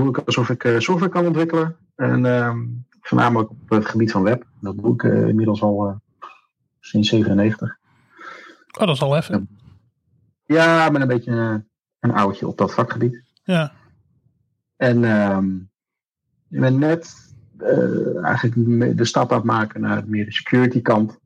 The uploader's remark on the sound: Gezien het beste idee is om toch te isoleren, heb ik besloten iets remote te doen. Deze keer als test via discord. Maar helaas was de kwaliteit iets minder dat verwacht.